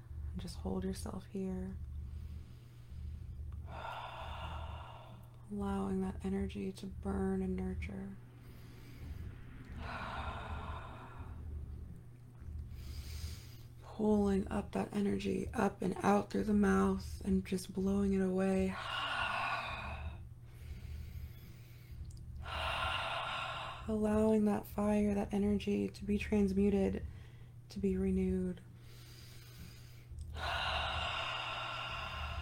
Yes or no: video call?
no